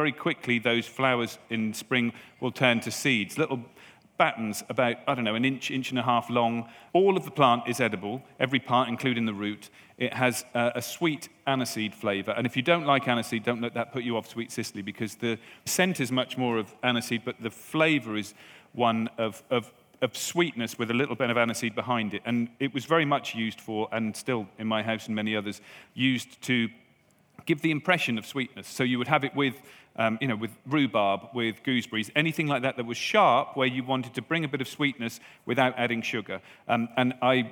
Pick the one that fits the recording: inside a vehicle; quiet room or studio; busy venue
busy venue